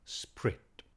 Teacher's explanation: Spirit here, as every so often in these sonnets, is pronounced with one syllable